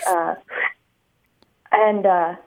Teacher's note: it sounds as if you're taking a quick sip through a straw or saying the word shoop, like S-H-O-O-P, but inwards · Term: pulmonic ingressive